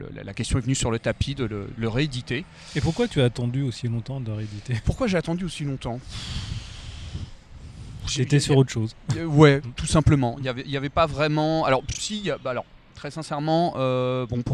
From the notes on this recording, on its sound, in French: Présent à Saint-Malo lors de la dernière édition du festival Quai des bulles. Confortablement assis le long des quais, accompagné par le chant gracieux des mouettes.